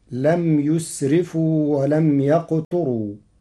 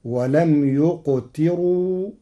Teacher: قرأ ورش كلمة ولم يقتروا بضم الياء وكسر التاء وترقيق الراء